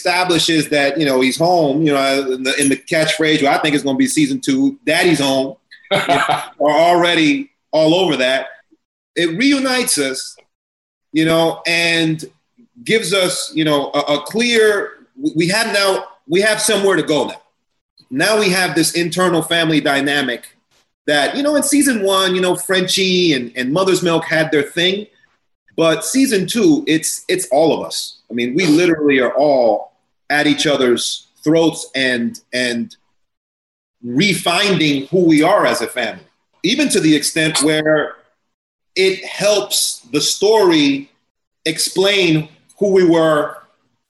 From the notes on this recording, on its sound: Zoom roundtable.